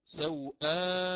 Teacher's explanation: طيب، من بعد ذلك سنأتي في الوجه الثالث، وإن شئتم كذلك حتى الرابع في مرة، يعني سأقصر اللين وأشبع البدل